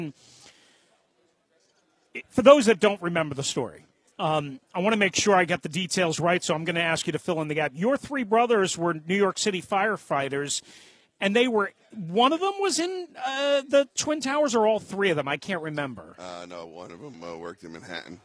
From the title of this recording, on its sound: Live From Radio Row